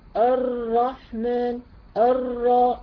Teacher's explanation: الرحمن الرا بتجيب صفة التكرير